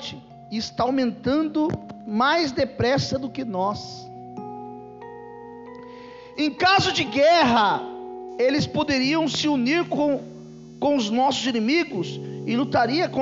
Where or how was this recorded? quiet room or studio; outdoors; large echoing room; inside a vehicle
large echoing room